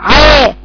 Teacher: صوت الحرف اصبح مختلط بالياء صوت الحرف بقى نازل فك السفلي بوضوح جدا عا كأنك بتقرأي كأن الصوت بيميل عند الايه. · Term: امالة